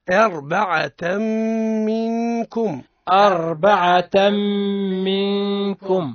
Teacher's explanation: التاء تنوين متتابع فوق التاء من لفظ أربعة عند ميمي منكم حكمها ماذا؟ إدغام مع الغنة